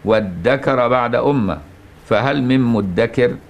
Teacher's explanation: فإن الدال في الموضعين بدل من الذال، لأن الذكر أصله إذ ذكر، افتعل من الذكر.